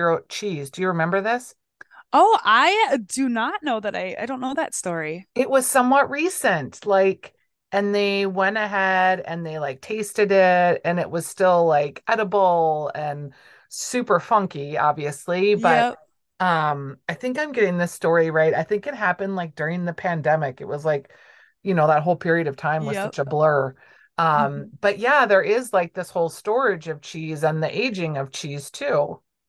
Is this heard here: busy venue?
no